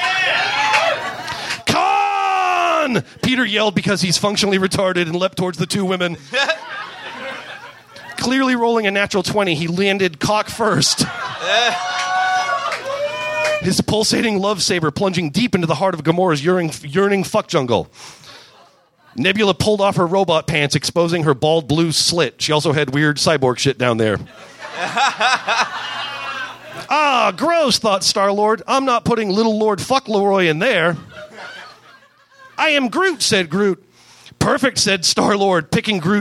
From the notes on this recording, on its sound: Recorded live at the Rendezvous in Seattle